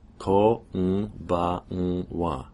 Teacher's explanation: The ng syllable, which is the nasal consonant, is the same length as the ko, or the ba, or the wa.